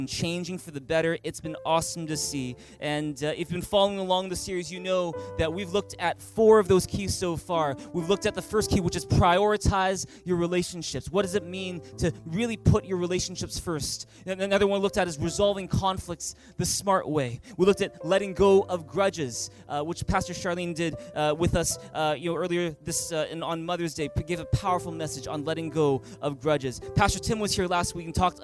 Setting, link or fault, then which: setting, large echoing room